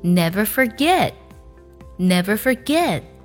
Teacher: T 的音呢，我们可以做一个不完全爆破